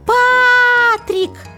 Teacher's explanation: Звук П. Согласный, твердый и еще глухой · Дальше гласный звук А. На него падает ударение. Значит, гласный звук А ударный. Потом согласный Т. · Первый слог пат ударный